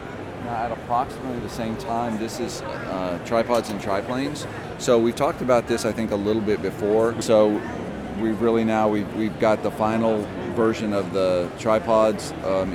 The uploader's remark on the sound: We had a chance to speak with a ton of great publishers, designers, artists, and gamers at Gen Con and recorded some of those conversations.